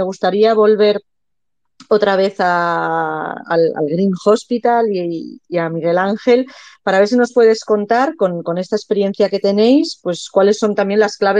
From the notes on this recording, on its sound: Sala de audio de la SEFH en Twitter (Twitter Spaces)